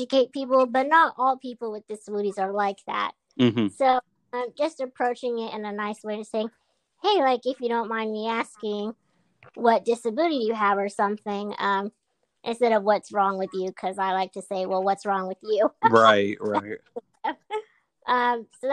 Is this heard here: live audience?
no